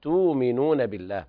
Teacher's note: قرأ ورش بإبدال الهمز الساكن حرف مد من جنس حركة ما قبلها